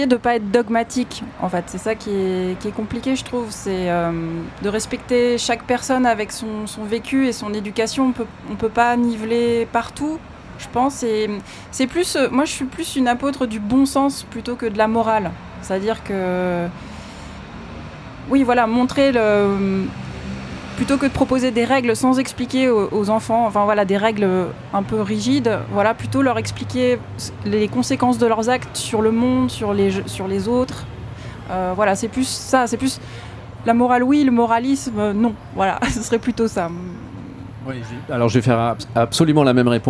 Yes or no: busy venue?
yes